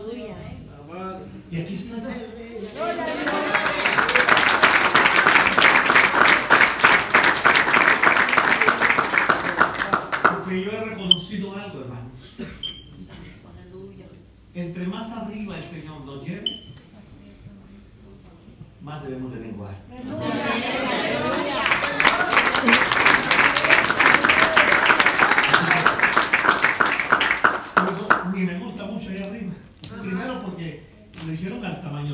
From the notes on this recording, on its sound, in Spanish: Desde Honduras. Grabado en vivo.